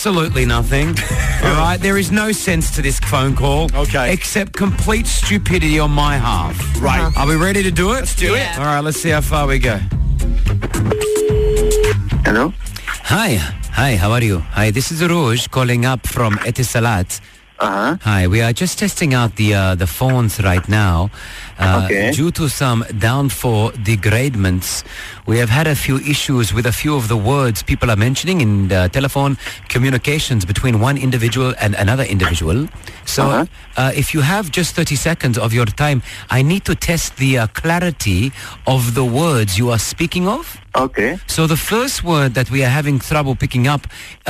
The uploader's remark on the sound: A random person calls you in a bid to carry out a very outrageous phone test!